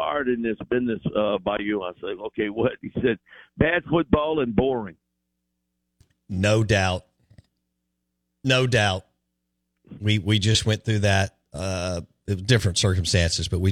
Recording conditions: phone line